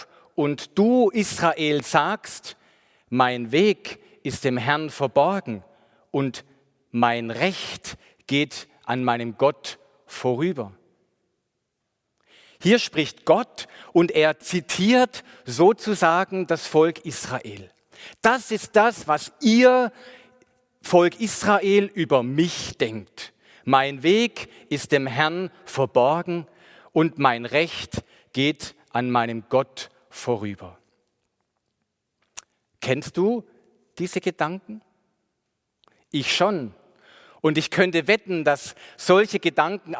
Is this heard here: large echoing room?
yes